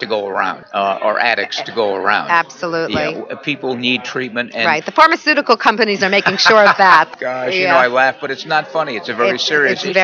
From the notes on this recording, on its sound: Interview at the 2016 NAATP Leadership Conference in Ft. Lauderdale, FL.